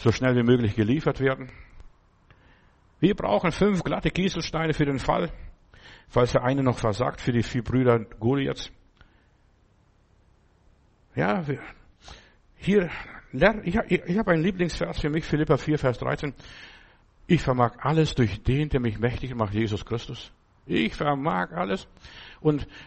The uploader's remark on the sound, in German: im Gemeinde-Zentrum in Berlin aufgenommen